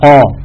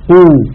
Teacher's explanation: ألا تلاحظون بأن قا كمية هوائها أكبر؟ · Term: التفخيم